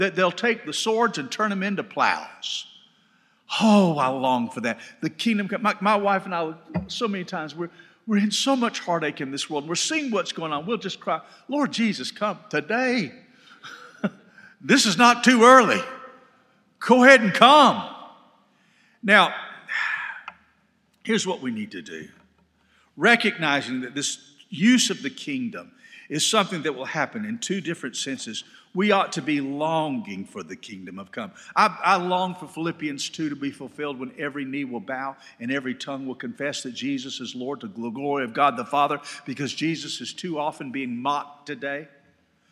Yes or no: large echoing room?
yes